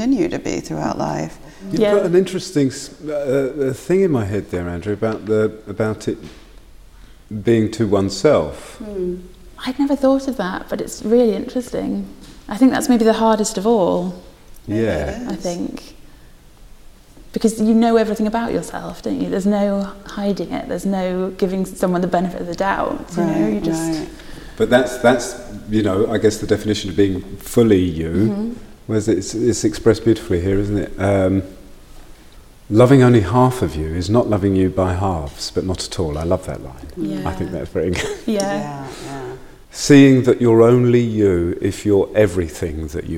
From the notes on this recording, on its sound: Visited The Poetry Exchange at St Chad's College Chapel in Durham, during Durham Book Festival, in association with Durham University Foundation Programme.